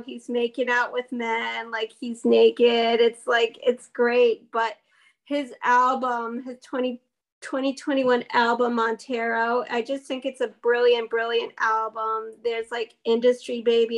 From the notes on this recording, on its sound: Recorded on Zoom